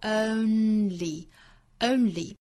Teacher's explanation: 是一个双元音啊，它是从 A 滑动到 O